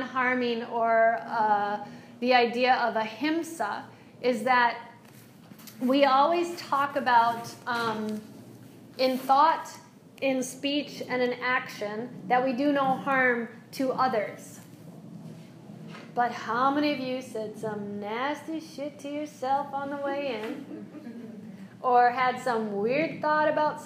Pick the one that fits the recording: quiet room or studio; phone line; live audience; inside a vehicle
live audience